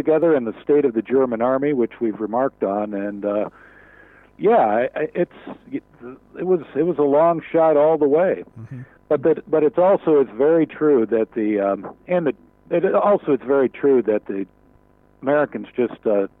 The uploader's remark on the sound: In our first ever phone interview.